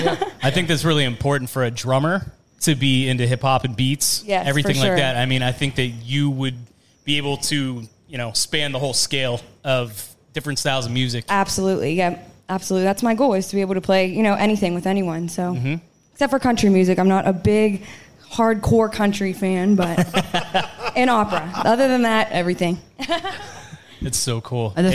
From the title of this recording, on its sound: Live from the Love Local Courtyard Concert Series